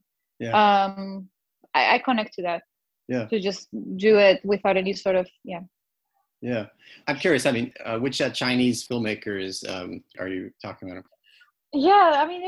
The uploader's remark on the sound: First our Zoom conversation was interrupted by a surprise guest...